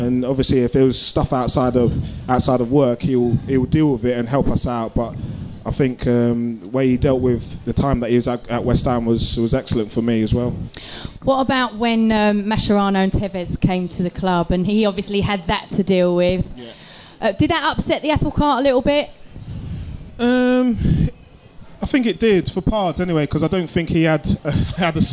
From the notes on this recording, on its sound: The team return to The Cow in Stratford Westfield for the third annual live Podcast and Awards show. This episode was recorded in front of a live audience.